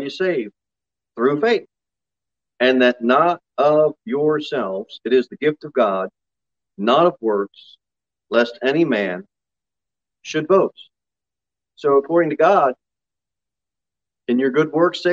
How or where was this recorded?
large echoing room